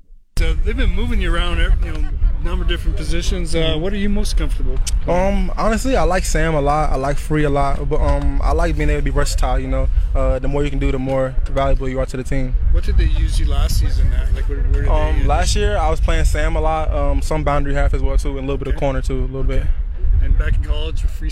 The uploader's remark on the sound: LIVE in Saskatoon for #Riders Training Camp